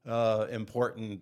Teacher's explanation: people will say important or some other word, but they'll drop the second T · Term: guttural T